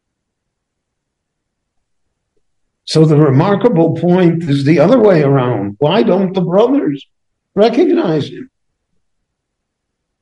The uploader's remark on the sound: The following lecture was given LIVE at Beit Knesset HaNassi in Jerusalem between the Mincha and Maariv prayers.